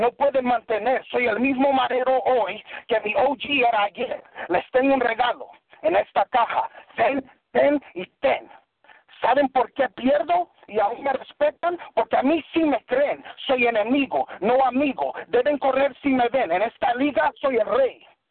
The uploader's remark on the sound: 3 way phone battle.